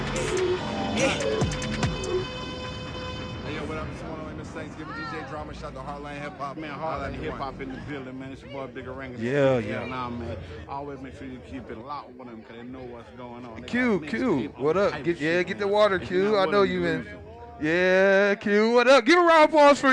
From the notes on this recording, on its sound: live at Bailey’s BBQ in Stone Mountain, GA